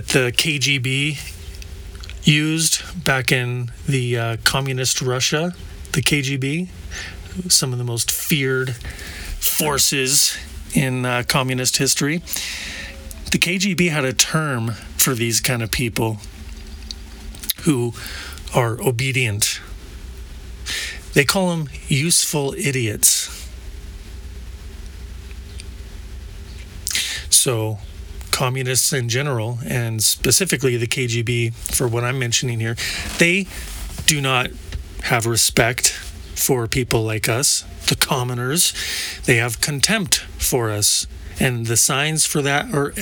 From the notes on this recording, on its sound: I recorded this episode at Hot Spring Glamp Camp in New Mexico. I recorded this episode at Hot Spring Glamp Camp in New Mexico.